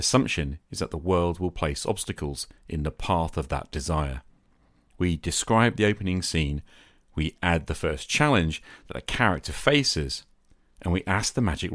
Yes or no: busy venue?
no